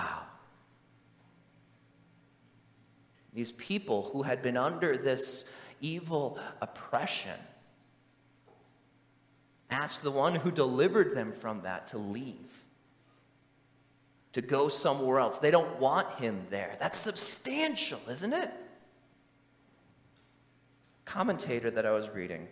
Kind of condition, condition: setting, large echoing room